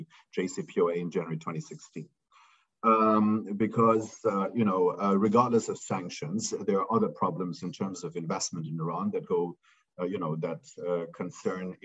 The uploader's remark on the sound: This public talk was conducted online via Zoom